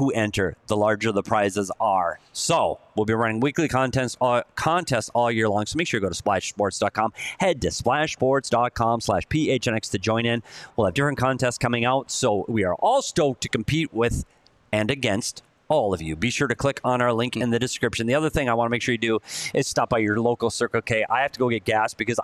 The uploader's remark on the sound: live at the Ice Den in Scottsdale